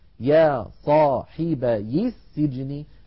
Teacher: سجني أول حرف فيها سين ساكنة، فالتقى ساكنان فنحذف، عفوا فنحرك الساكن الأول بالكسر فتصير يا صاحبي · Term: نحركه بالكسر